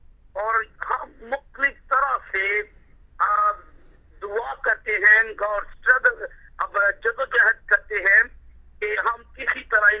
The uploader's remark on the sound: Speaking via phone to group in Pakistan.